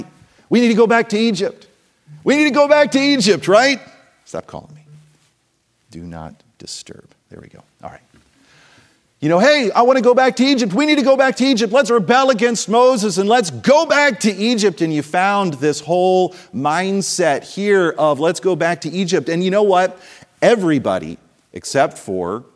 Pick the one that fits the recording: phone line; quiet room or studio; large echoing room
large echoing room